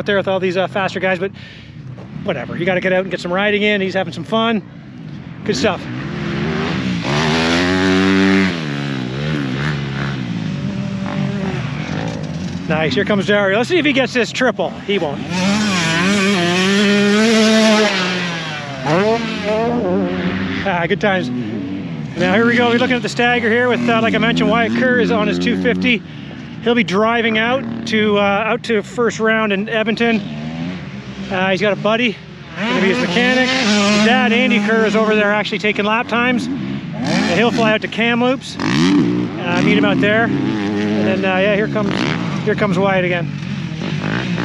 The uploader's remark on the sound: Walk and Talk - Vision Built Track. As they put in motos at Vision Built Tracks outside Putnam, Ontario, Canada.